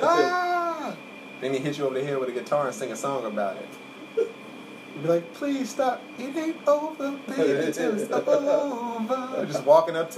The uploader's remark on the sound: the AC is loud in the background because it's hot outside.